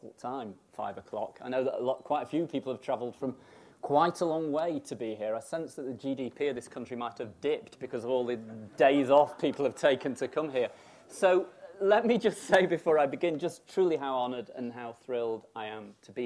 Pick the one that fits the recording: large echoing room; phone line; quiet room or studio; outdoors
large echoing room